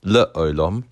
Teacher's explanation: Shva na is sounded, for example, the word le olam, where the shva is at the very beginning of the word under the lamed